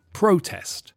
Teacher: The stress shifts, and so in the verb, the first vowel sound is weak, pr, protest. And in the noun, the stress is on the first syllable, so the vowel sound is strong, pro, protest.